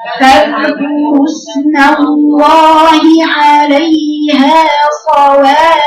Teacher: بنات الفاء الاولى مشدده على شده يعني حرفين عامل ثلاث احرف الفاء الاولى فيها نبره فارفعي صوتك عليها